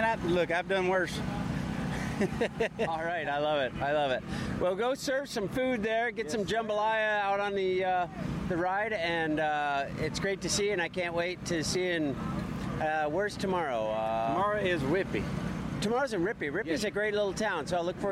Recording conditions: outdoors